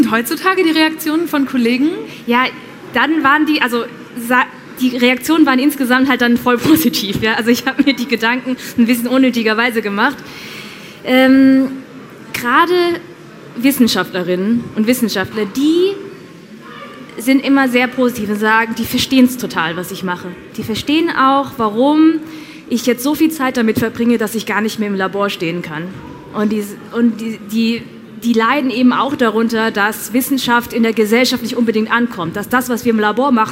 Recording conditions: live audience